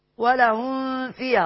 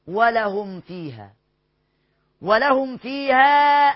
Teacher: فهنا الميم الساكنة اللي بعدها الفاء اوعى تختفي منك وتهرب جوه الميم · Shown in: second take · Term: إظهار شفوي